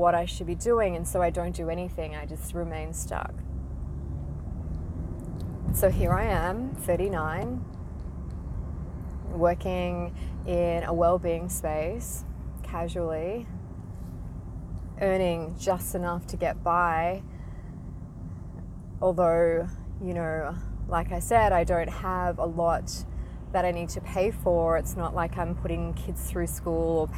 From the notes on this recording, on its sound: recorded in my car, hardly perfect